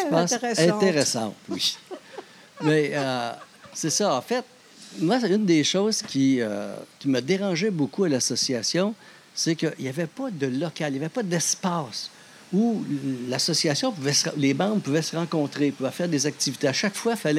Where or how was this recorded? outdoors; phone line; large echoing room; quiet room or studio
outdoors